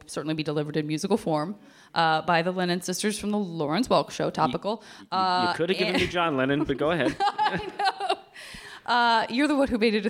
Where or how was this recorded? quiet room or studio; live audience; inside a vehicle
live audience